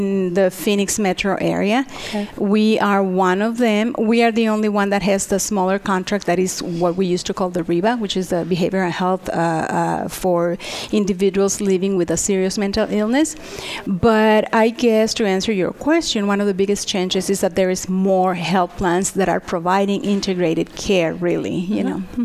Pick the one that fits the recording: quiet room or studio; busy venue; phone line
busy venue